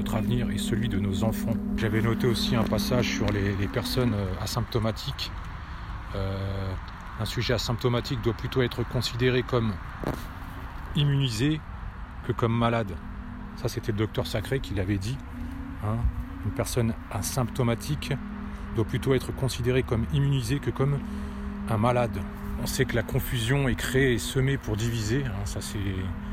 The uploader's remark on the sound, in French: Podcast partie 4 enregistré en extérieur.